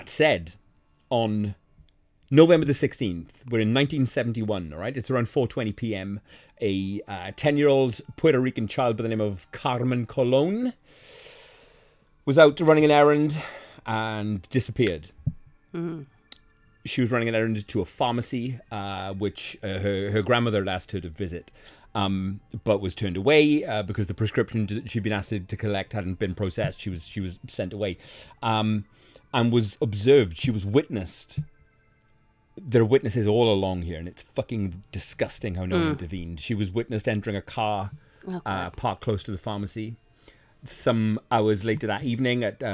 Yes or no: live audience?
no